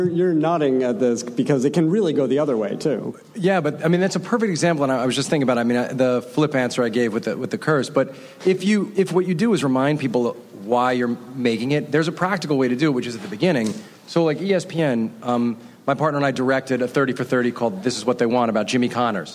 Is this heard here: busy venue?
yes